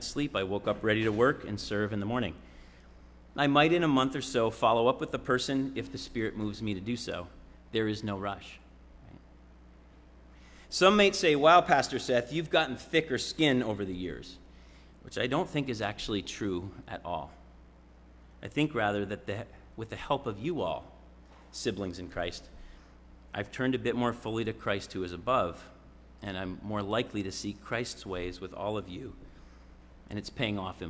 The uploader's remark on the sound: Sermon preached at RCHP on July 31, 2022.